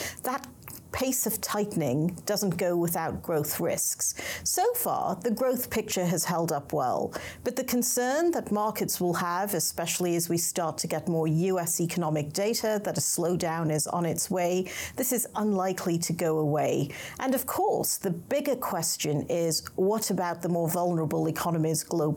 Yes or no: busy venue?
no